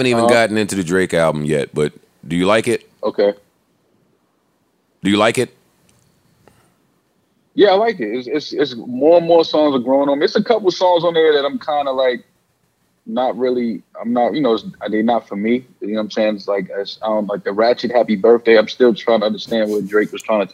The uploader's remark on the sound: called in from LA